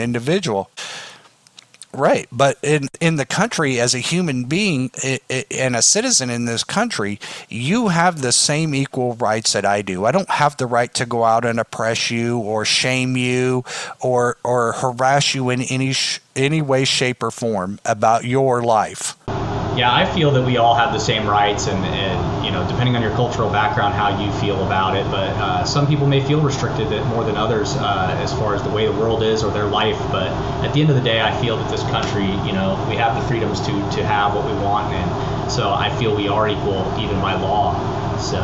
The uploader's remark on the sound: called in today